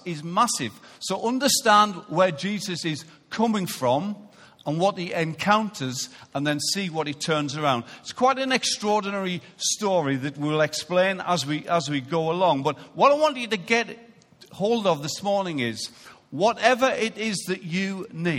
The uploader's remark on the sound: Recorded live at Life Church Lancashire on Sunday 23rd September 2018.